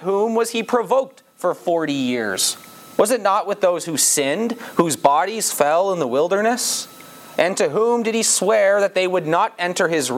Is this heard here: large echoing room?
yes